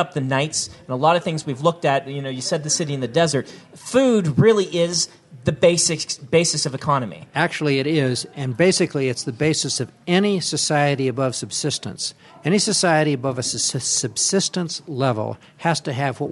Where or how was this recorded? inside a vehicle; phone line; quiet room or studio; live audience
live audience